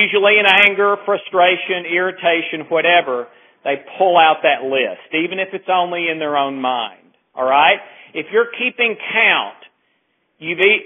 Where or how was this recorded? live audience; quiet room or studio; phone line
phone line